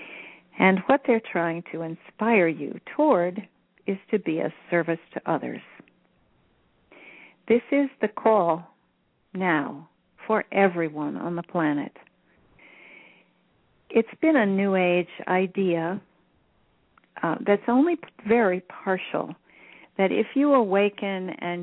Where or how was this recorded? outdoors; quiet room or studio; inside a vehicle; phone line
phone line